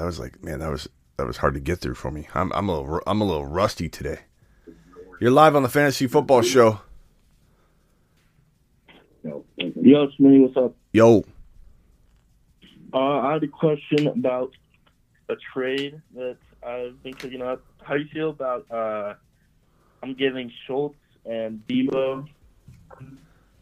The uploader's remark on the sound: Open Phone Lines. Answers fantasy football phone calls.